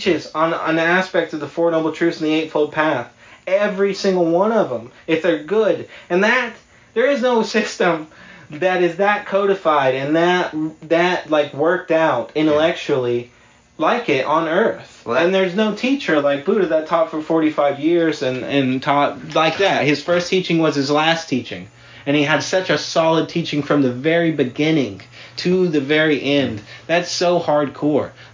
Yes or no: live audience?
no